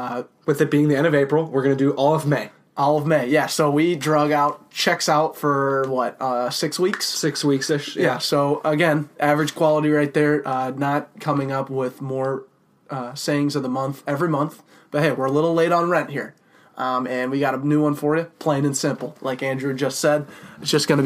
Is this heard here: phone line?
no